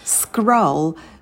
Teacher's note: Мы на к не добавляем придыхание, потому что к у нас идет после с, поэтому на с мы сидим подольше, а к произносим побыстрее без выдоха.